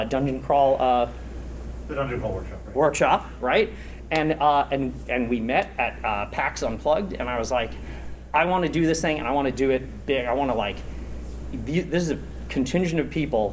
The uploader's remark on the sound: Recorded at Metatopia 2023